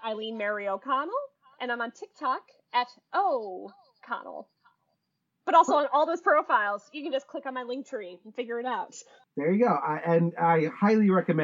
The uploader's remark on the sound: this episode had some audio quality issues